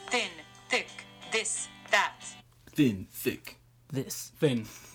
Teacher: Thin, thick, this and that become very dentalized and very flat.